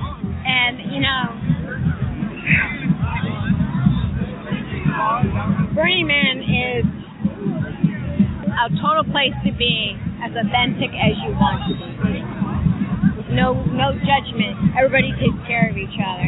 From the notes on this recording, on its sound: our lively "Firefly Willows Roundtable" goes on location at Burning Man Decompression